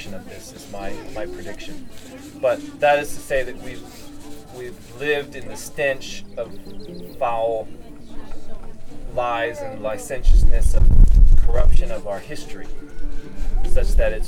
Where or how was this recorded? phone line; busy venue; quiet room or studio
busy venue